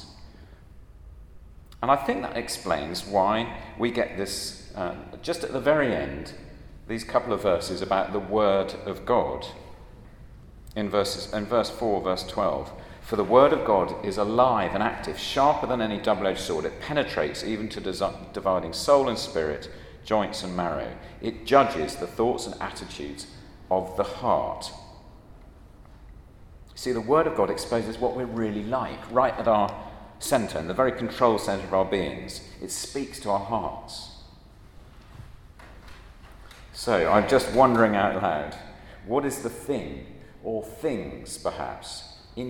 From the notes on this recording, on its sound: A Christians in Parliament Chapel Service which was held in the Chapel of St Mary Undercroft.